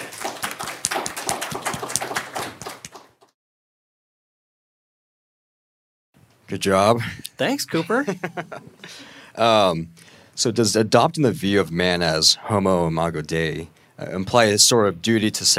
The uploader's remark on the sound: delivered a plenary lecture at Acton’s first annual academic colloquium